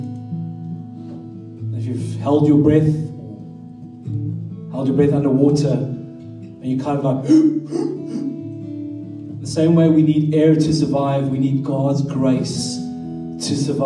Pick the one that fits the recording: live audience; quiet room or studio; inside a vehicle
live audience